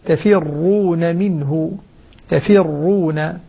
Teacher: قل إن الموت الذي تفرون منه فخم الراء تفرون، لأن الراء المضمومة مفخمة دائما بغض النظر عن حركة ما قبلها